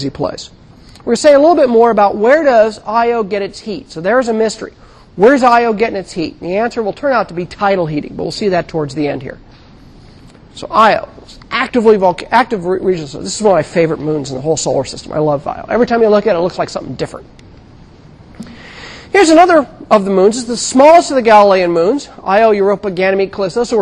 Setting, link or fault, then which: setting, large echoing room